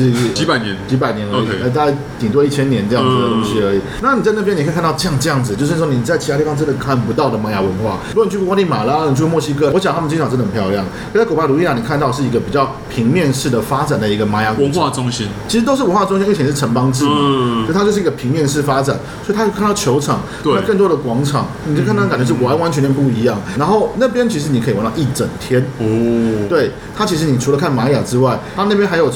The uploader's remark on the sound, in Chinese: 本集白噪音指數：蚊風級 1/5。錄音地點： ABV Bar & Kitchen 台北日式居酒館。